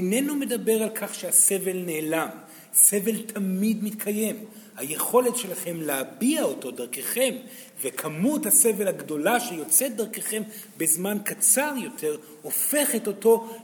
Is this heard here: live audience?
yes